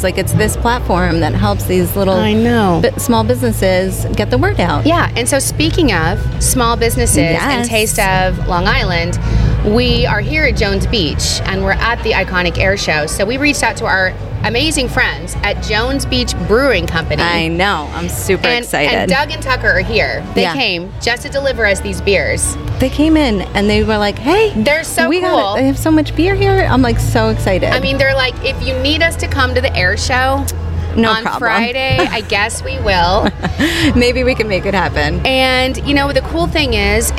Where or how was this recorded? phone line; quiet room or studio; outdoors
outdoors